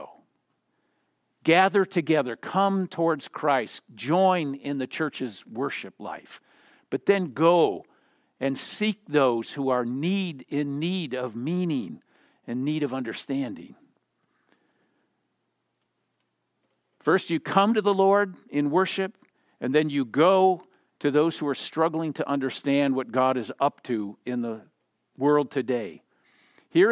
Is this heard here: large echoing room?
yes